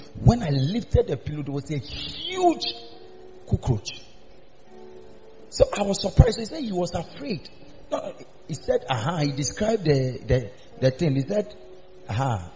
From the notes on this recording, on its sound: Preached at the Miracle Arena during the new year